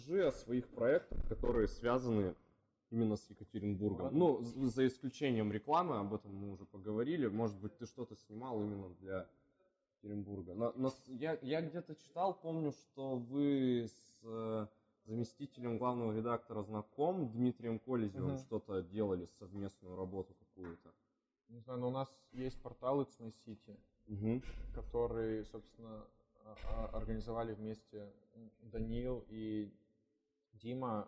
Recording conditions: poor sound quality